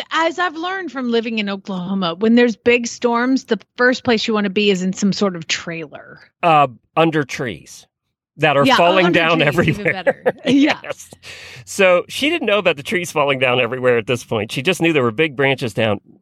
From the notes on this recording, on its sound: Road Show. Truck in a parking lot in Norwalk, OH.